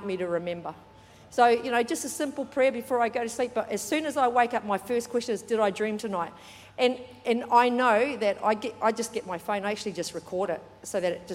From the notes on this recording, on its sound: Recorded during our 5pm service on Sunday, the 9th of July 2023.